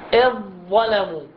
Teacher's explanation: يعني أساساً بشكل عام التفخيم موجود، الاستعلاء والإطباق كلاهما موجودان في الحرف المشدد المتكون من جنس الثاني · Term: إدغام كامل